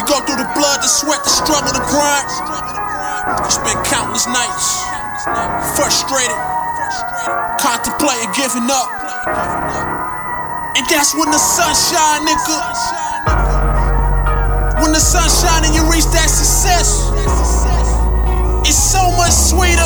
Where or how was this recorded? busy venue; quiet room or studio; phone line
busy venue